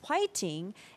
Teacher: So in Korea, we don't have a letter to express or pronounce the F letter, F. That is why we change it to like 화, the H pronunciation. And so we read fighting as 화이팅, and that has been in turn spread to the world.